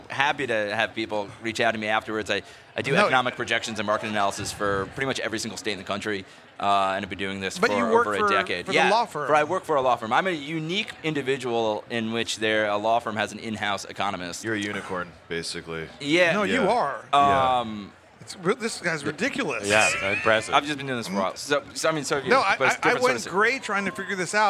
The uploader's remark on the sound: Recorded at MJBizCon 2023